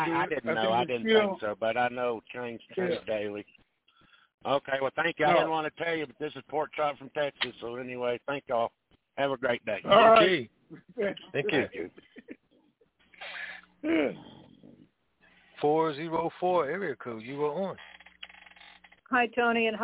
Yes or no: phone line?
yes